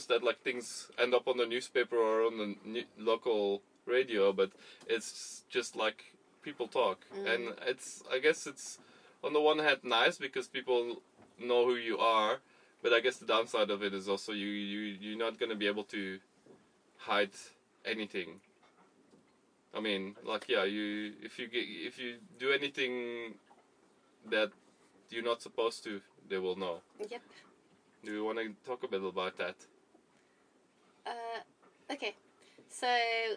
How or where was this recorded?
inside a vehicle